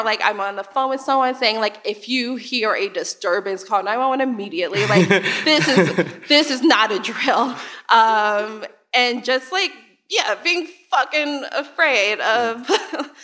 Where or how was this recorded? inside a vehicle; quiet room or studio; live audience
live audience